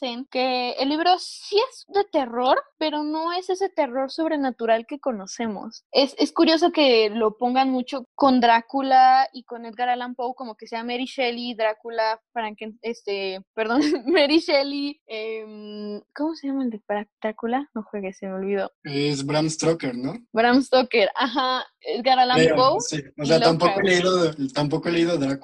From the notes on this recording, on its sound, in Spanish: Desafortunadamente grabamos a distancia, por lo que el audio se vuelve inestable.